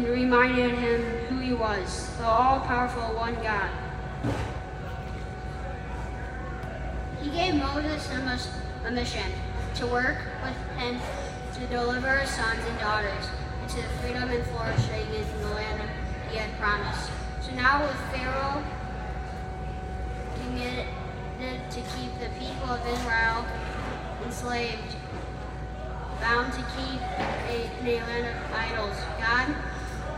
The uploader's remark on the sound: LIVE from Festival. LIVE FROM OUR PARISH FESTIVAL!!